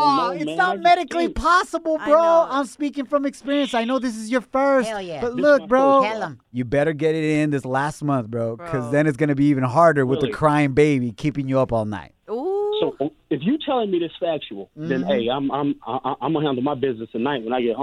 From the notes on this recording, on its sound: We opened up the phone lines and asked the listeners